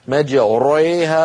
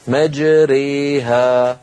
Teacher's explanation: يترتب على الإمالة ترقيق الراء قبلها · Shown in: second take · Term: الإمالة الكبرى